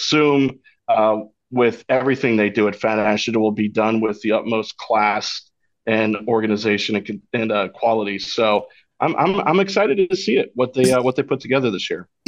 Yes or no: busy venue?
no